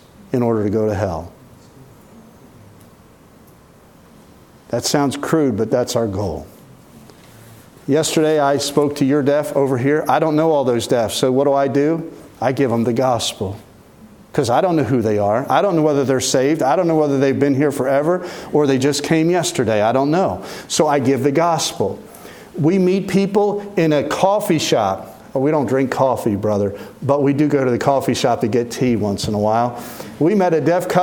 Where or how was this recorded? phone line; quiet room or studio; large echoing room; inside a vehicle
large echoing room